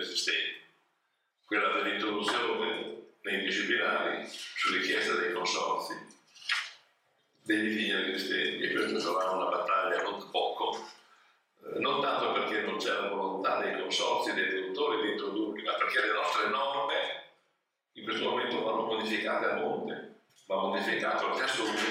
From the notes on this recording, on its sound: Vinitaly 2022. WARNING AUDIO IS LESS THAN PERFECT! These recorded sessions are then released on the podcast to immortalize them!